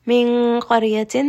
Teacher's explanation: it is a heavy ikhfa, because the letter qaf is heavy, and ra here is also going to be heavy.